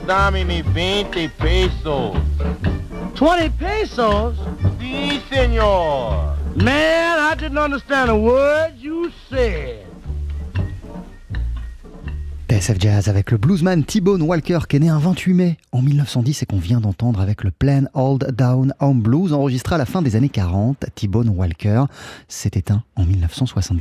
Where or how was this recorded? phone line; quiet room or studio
phone line